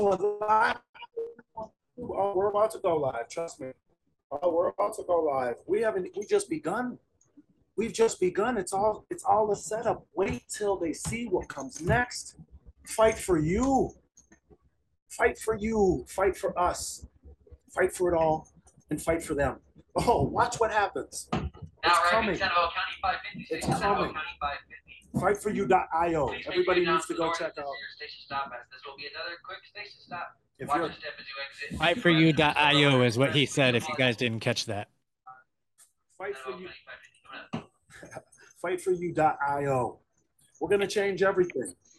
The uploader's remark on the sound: he was even on the train while recording!